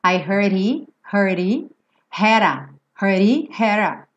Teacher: Aqui dois D's vão virar rarara.